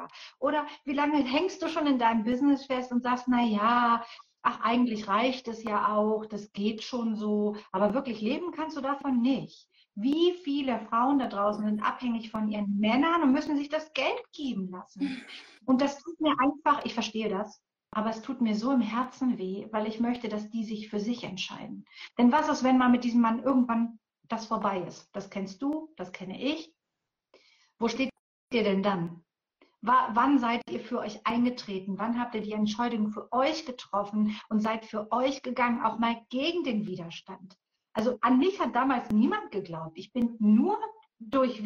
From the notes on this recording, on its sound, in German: Heute hörst du einen Mitschnitt aus einem Instagram Live